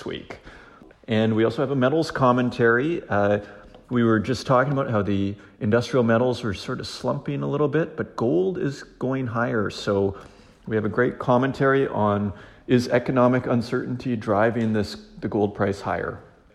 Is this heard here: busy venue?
yes